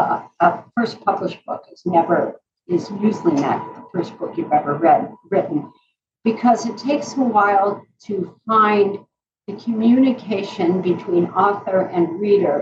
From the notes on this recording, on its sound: Today's sound quality will require just an extra bit of patience.